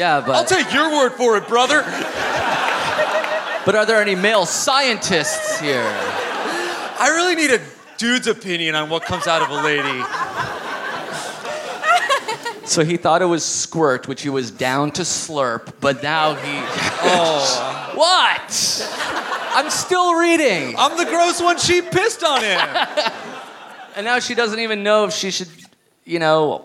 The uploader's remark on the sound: Live at the Gramercy Theatre in NYC!